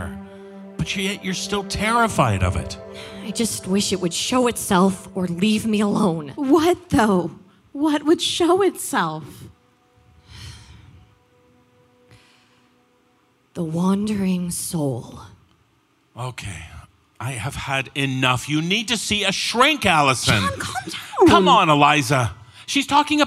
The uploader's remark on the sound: Halloween Live at The El Rey Theatre. Features the performance from our Halloween Live Tour at The El Rey Theatre in Los Angeles, California.